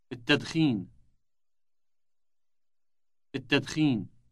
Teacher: Note the elongated initial T sound.